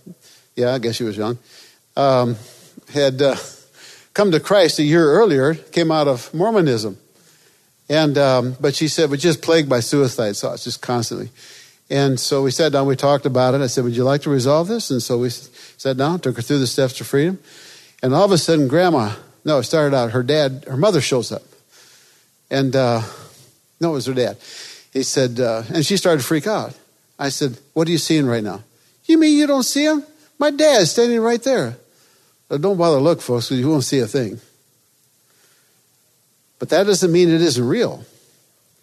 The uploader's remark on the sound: This episode is from Freedom in Christ Ministries, recorded at the National Disciple Making Forum.